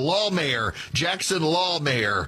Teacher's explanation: we really got to put heavy emphasis on law in the first syllable of the last name